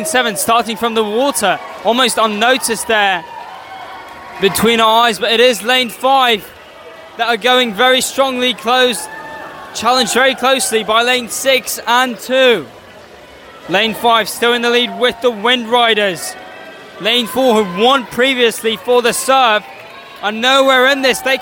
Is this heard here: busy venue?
yes